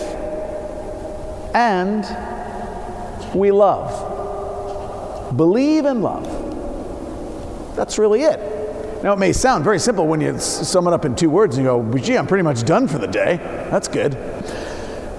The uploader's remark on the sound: Preached at Saint Paul the Apostle Church, New York City on 1-07-19